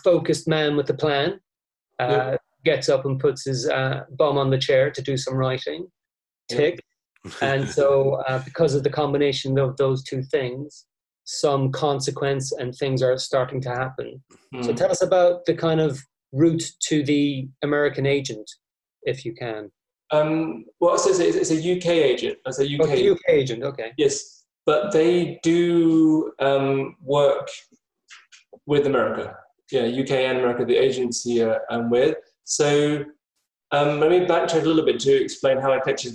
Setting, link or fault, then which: link, video call